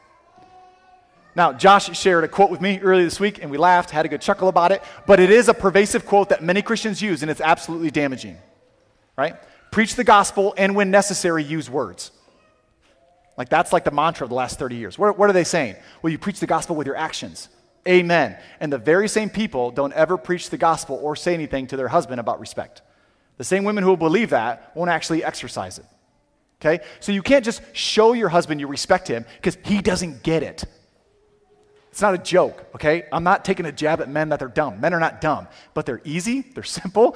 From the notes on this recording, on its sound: Sermon audio from CityGate Church